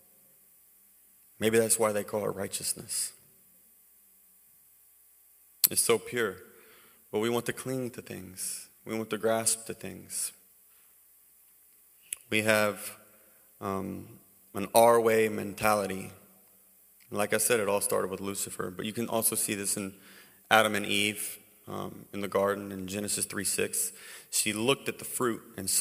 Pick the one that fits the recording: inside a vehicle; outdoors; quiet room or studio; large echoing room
large echoing room